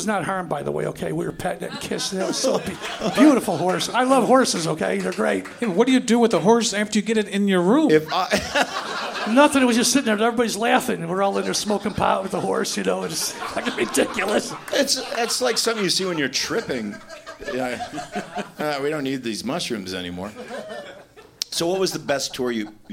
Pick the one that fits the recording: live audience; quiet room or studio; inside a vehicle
live audience